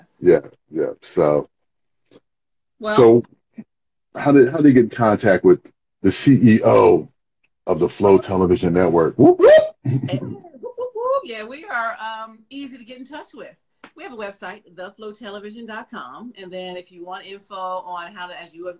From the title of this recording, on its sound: Instagram Live